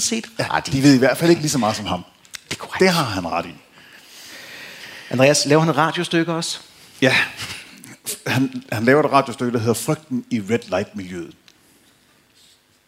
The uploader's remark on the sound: Live fra Krimimessen21